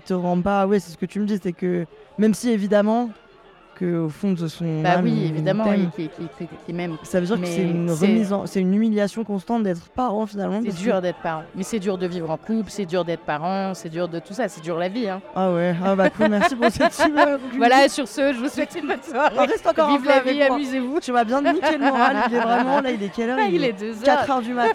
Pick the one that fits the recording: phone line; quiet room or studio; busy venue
busy venue